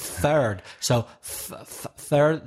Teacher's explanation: And third. So third, there's no vibration, so it's type one, voiceless